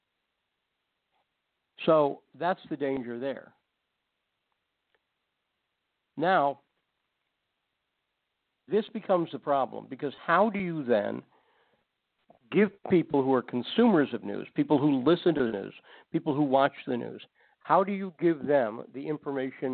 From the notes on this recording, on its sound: Takes your phone calls.